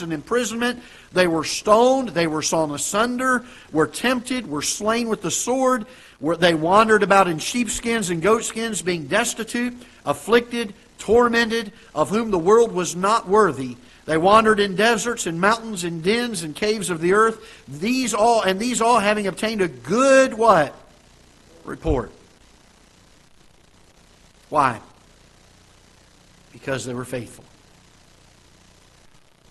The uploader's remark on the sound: Ketha Heights Baptist Church ~ Live Broadcast